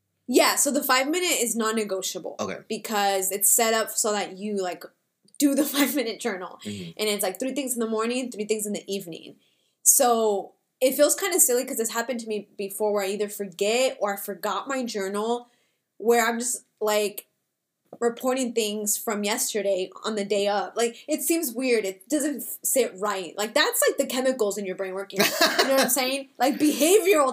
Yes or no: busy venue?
no